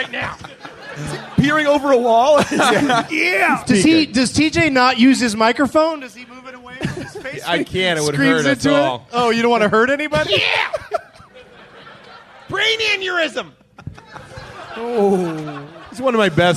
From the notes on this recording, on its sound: Recorded live at Helium Comedy Club in Portland, OR during the Bridgetown Comedy Festival on April 15th, 2012.